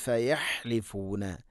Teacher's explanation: ഹ തൊണ്ടയുടെ മധ്യഭാഗമാണ് മഖ്റജ്, പിന്നെ അവിടെ ഓതുന്ന സമയത്ത് ഫയഹ്ലിഫൂന എന്ന് ആയി പോകരുത്.